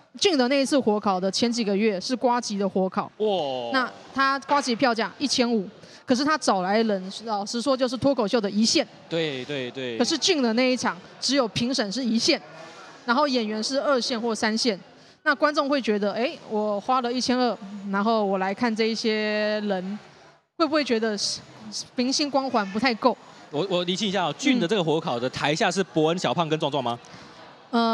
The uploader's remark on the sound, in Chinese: 這一集出外景！來到台南講open mic，表演完立刻就在肯德基錄podcast！